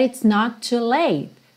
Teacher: Not com to. Você junta num T só.